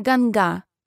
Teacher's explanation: На хинди название реки звучит вовсе не Ганг, а Ганга, с ударением на последний слог